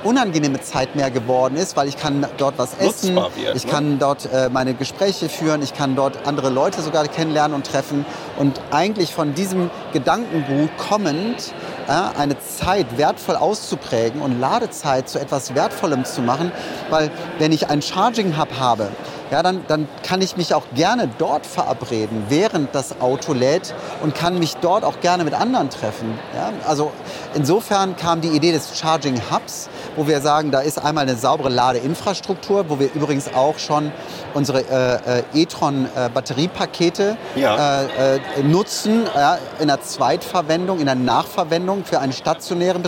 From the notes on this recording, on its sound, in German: Auf dem diesjährigen Greentech Festival in Berlin